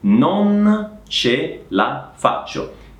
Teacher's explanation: Non si pronuncia no, si pronuncia non, non ok? Si deve pronunciare la seconda N, quindi non ce la faccio.